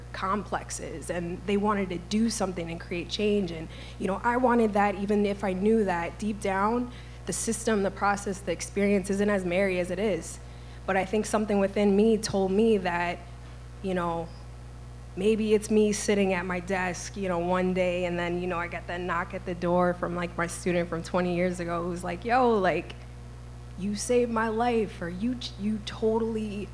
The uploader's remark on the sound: This EDTalk was recorded at Icehouse on November 13th, 2023.